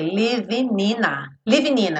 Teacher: o living não vai ter som o G, certo? Então, a gente vai ligar o N do living já no in.